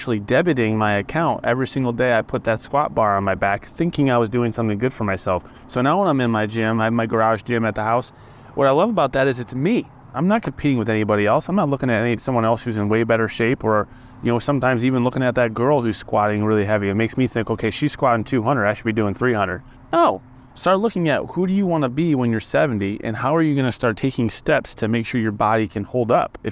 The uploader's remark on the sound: We chose to chat over a nice cup of iced coffee outside one of our local coffee shops on this warm Spring afternoon. With birds chirping, engines roaring, and people socializing around us.